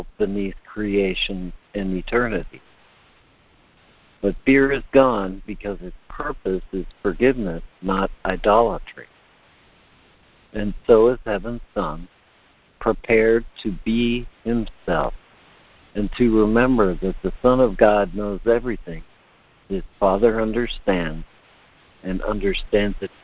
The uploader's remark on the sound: ACIM Daily Conference Call